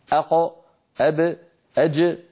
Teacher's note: وإن رأيتم في كتب بعض المعاصرين أن القلقلة تتبع ما قبلها أو تتبع ما بعدها أو أقرب إلى الفتح مطلقا، هذه الأقوال الثلاثة غير صحيحة ولا أثر لها في كلام الأئمة، أئمة اللغة وأئمة التجويد القدامى. المقلقل مهتز، أق أب أج، ولا فيه وليس فيه شائبة حركة